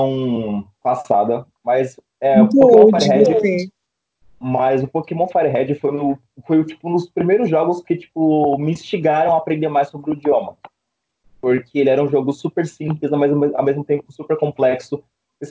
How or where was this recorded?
video call